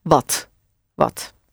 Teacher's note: A nice short ah. The ah like in start, but then slightly shorter.